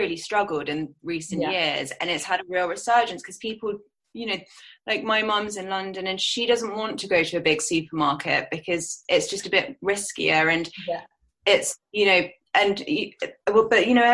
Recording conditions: video call